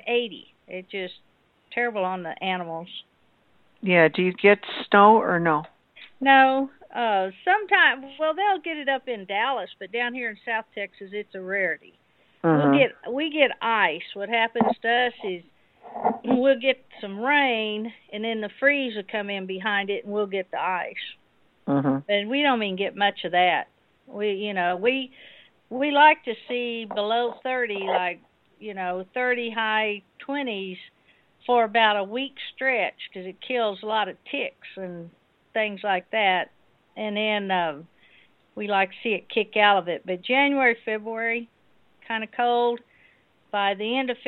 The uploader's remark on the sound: TNT Dinar Conference Call. Below is what happens on the open mic TNT conference call. We have thousands of listeners connected. Audio checks.